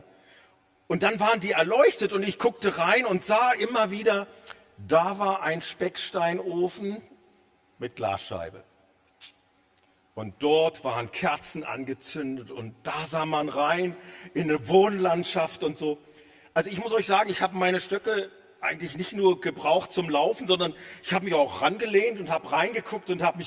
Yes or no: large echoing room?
yes